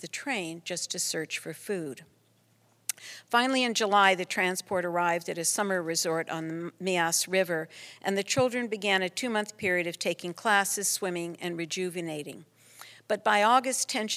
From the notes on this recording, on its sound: An excerpt from the public program. Co-presented by the Museum of Performance + Design and the San Francisco Ballet.